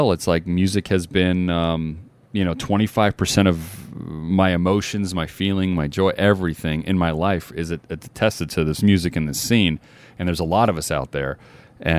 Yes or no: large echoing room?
no